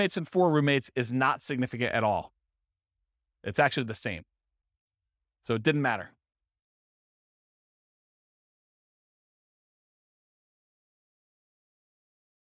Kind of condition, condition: setting, live audience